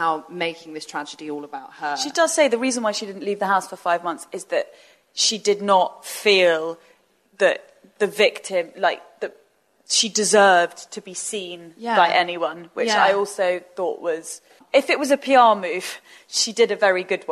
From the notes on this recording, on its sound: It’s another live episode, recorded at The Old Selfridges Hotel in collaboration with Google Pixel 2.